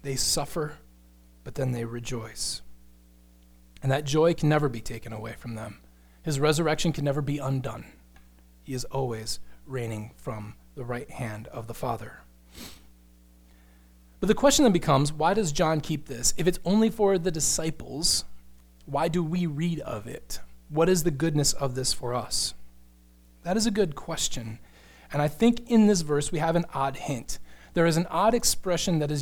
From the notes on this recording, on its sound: Sermon Audio from Crossway Christian Church